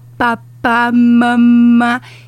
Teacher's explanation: são os sons que são bilabiais, que movem os lábios